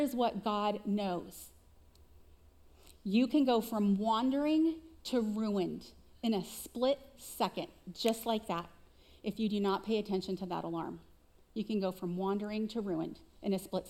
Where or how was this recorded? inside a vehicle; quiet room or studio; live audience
live audience